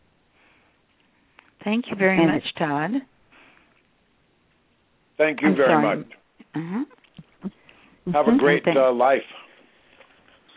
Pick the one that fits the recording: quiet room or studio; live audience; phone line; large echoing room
phone line